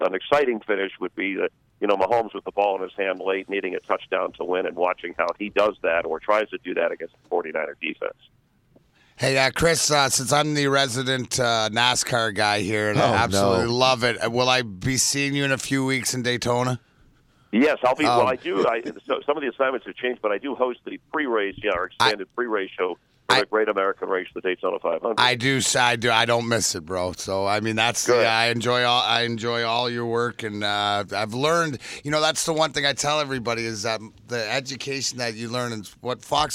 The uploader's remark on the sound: joins the conversation over the phone